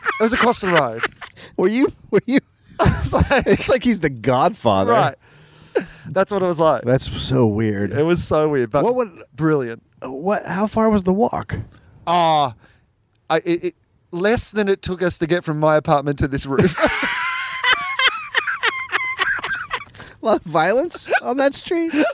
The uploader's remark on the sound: On the roof. The sweet sounds of LA at night.